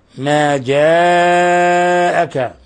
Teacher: من بعد، ما جاءك، مد متصل تقدم نظيره. حرف المد والهمزة اجتمع في كلمة واحدة، يمد من أربع إلى خمس حركات